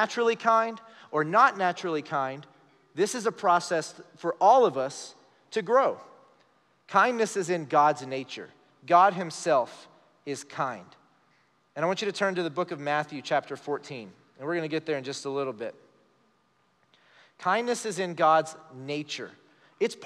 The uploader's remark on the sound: Recorded live during our Wednesday night service